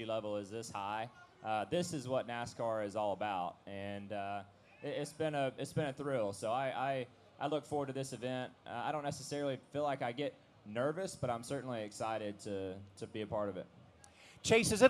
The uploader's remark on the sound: At Trackside Live at Bristol Motor Speedway